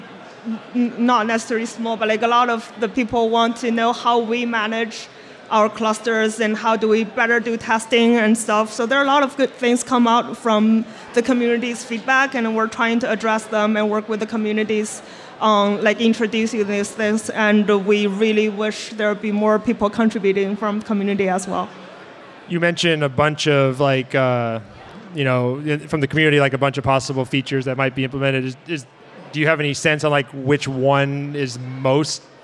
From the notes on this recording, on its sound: At F8 2019. Live broadcast from San Jose.